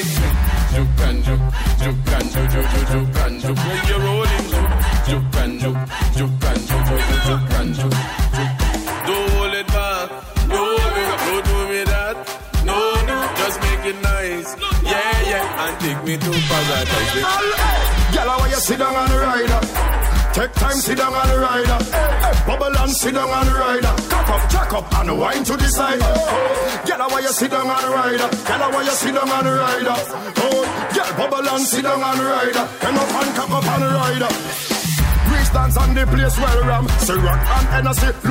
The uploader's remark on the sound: LIVE AT ISLAND SATURDAYS ON MARCH 17. LIVE AUDIO!